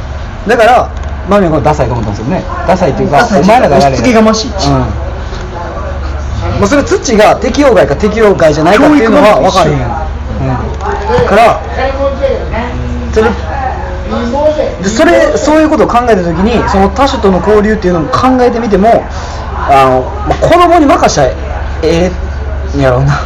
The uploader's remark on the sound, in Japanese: トークイベント後の打ち上げにて。